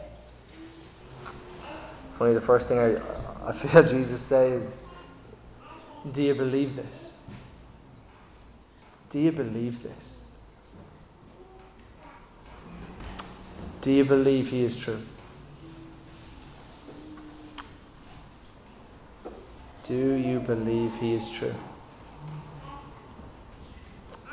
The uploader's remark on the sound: Recorded live in Liberty Church on 27 August 2023